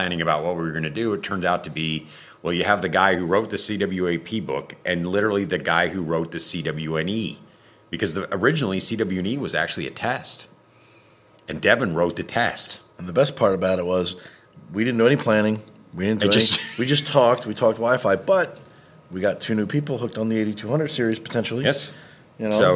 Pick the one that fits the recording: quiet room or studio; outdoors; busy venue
busy venue